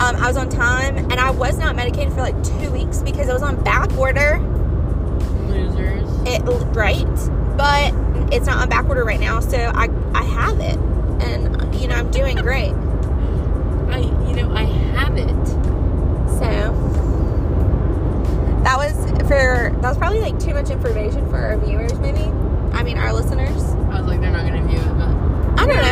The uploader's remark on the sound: Ofc we are in the car…